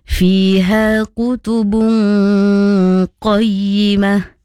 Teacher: Kutubun dengung. Gunah mesti dibaca dengan dengung